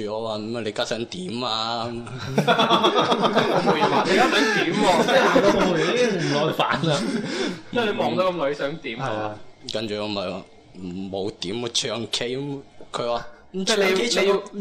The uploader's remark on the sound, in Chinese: 7.11 SooFM线下活动正式启动。7个小矮人一起录节目玩游戏很过瘾哦。大家也在欢笑声中渡过了有一个愉快的下午。我地用声音还原热闹欢乐的活动现场。